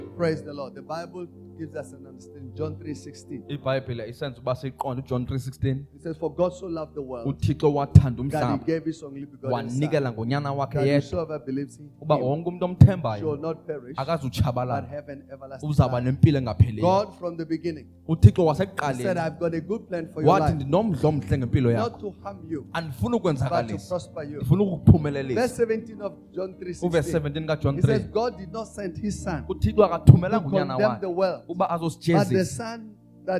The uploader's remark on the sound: Message Preached in our Cape Town Campus, Parklands, Cape Town